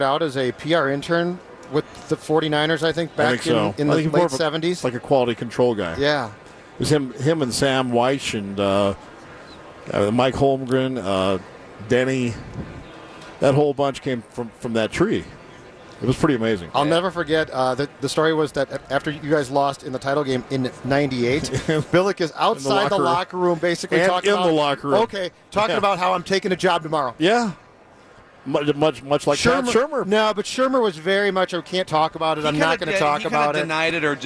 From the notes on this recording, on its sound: live from Radio Row all week